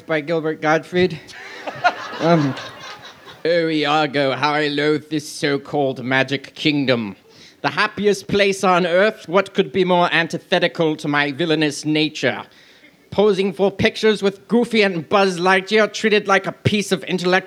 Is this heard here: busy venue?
yes